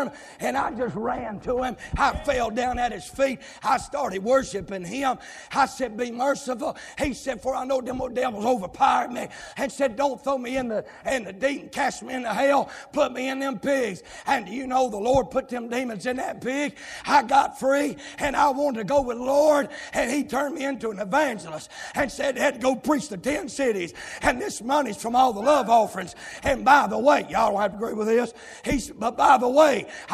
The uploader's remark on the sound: live, from Landrum Independent Baptist Church.